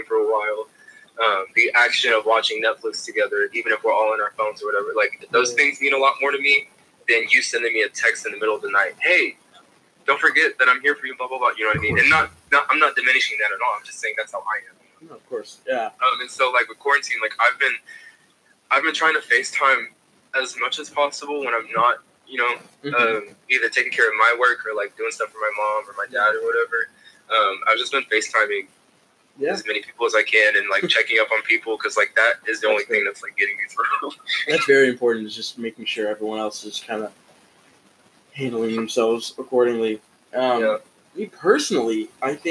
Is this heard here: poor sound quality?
yes